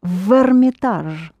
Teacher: you can clearly hear the V there because there's a vowel to follow